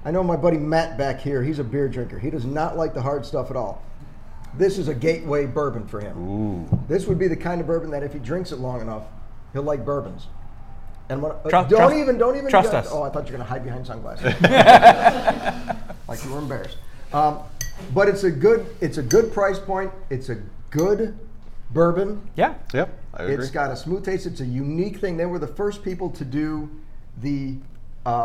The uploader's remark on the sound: If you werent there for the viewing and live show you definitely missed out.